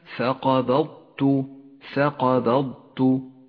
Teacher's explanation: والآن لاحظ كلمة ثقبضت، ثقبضت، أبقي صفة الاستعلاء على حرف الضاد وانتقل مباشرة إلى التاء المرققة